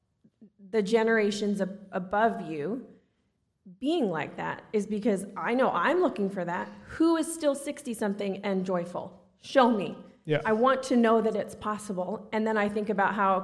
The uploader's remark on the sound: Recorded Live on December 22, 2022. Enjoy the first ever live podcast recording from our event on December 22, 2022!